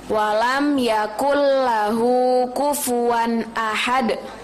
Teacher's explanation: dal di akhir itu juga kol-kolah, jadi harus dipantulkan